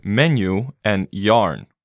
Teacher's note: Yes, and finally we have the compound sounds U and Ya. They are made by the combination of two sounds, Y plus U and Y plus A. So this sounds as in the English menu and yarn.